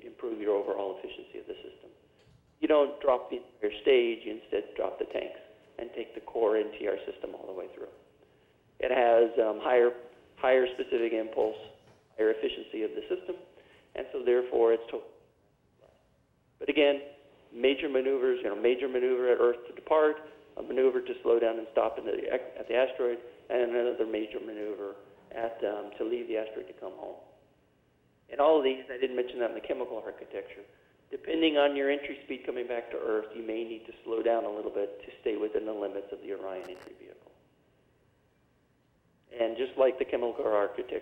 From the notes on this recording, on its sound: Teleconference. Caltech Space Challenge: Architectures for Human Exploration of Near Earth Asteroids.